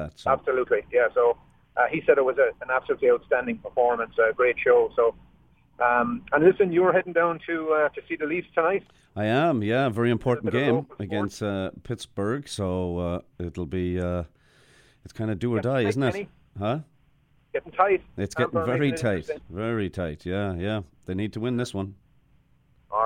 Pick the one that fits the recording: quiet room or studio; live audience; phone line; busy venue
phone line